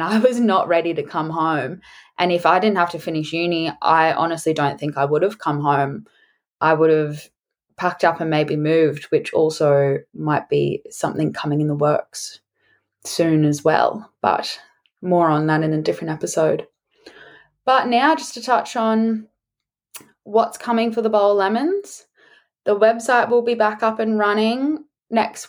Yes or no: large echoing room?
no